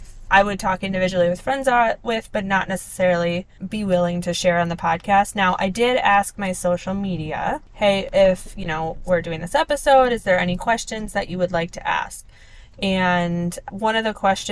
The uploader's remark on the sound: Conversation on Our Anniversary Trip with My Husband. This audio is from an on the go conversation on their anniversary trip in the car driving through California.